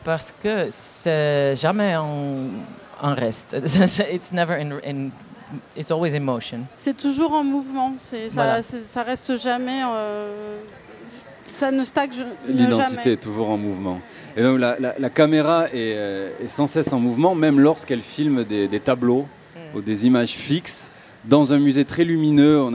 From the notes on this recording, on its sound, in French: Un plateau radiophonique enregistré en public. Sur la terrasse du Théâtre des Bernadines.